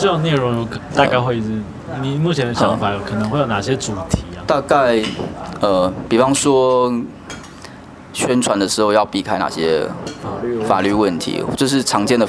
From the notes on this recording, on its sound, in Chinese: 錄音於性別友善咖啡廳 h*ours cafe。